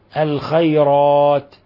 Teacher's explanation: نلاحظ أن الراء مفخمة لأنها مفتوحة، والألف التي بعدها مفخمة